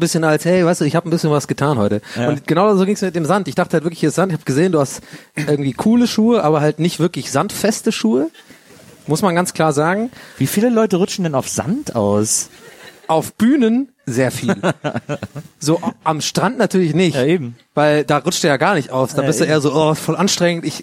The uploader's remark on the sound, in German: Live von einem Bielefelder Campingplatz. In Bielefeld.